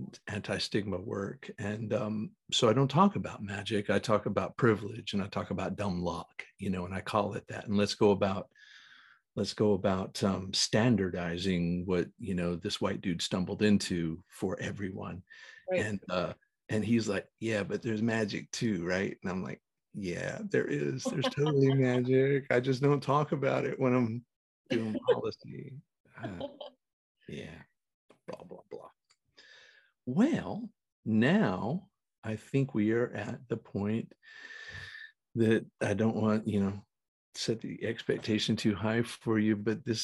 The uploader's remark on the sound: Recorded 12.06.2022 in Raleigh, NC & Los Angeles, CA on Zoom